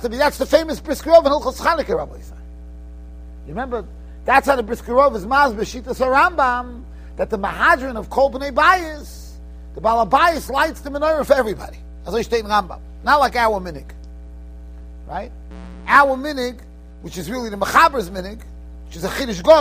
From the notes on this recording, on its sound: Shiur recorded in Yeshivas Ohr Reuven, Monsey, NY.